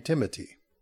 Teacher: he just used the T and not the TH sound · Term: German accent